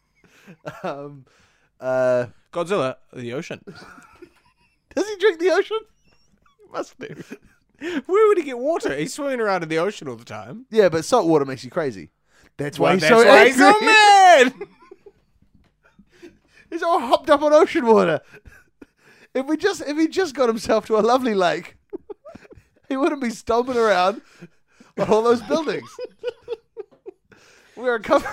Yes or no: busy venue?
no